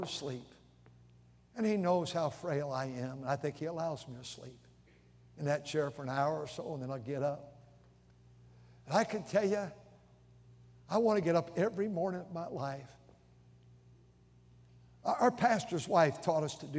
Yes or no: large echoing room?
yes